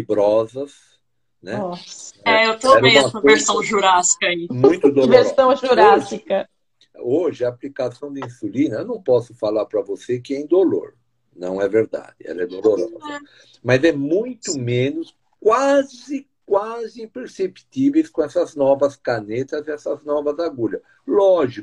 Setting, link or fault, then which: link, video call